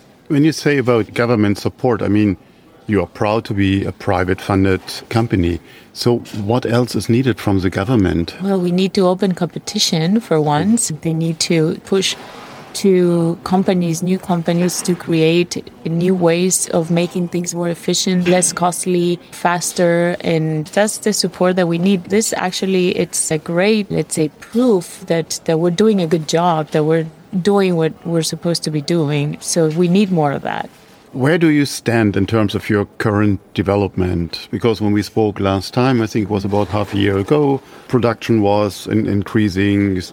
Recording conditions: busy venue